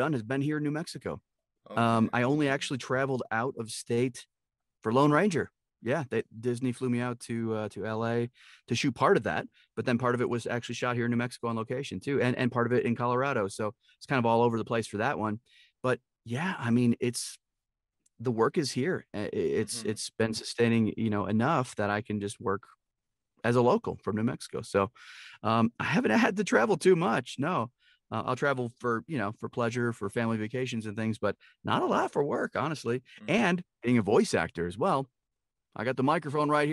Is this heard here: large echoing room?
no